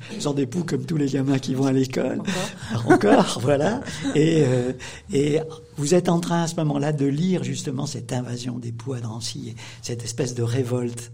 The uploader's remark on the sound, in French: Une émission enregistrée en public à la mairie de Rochetaillée.